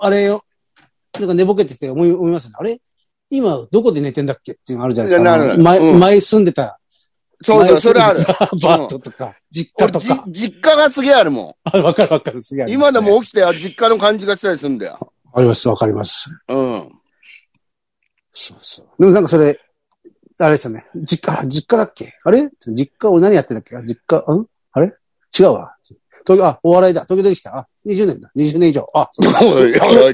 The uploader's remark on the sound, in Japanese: ZOOMで収録